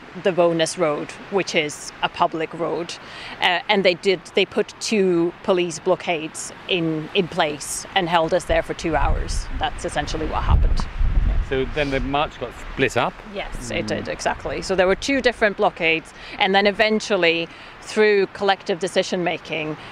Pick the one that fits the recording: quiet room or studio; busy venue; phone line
busy venue